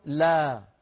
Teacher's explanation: لما قلنا لا اللسان بقي في ما يسميه العلماء وضع الراحة ولم يرتفع وسطه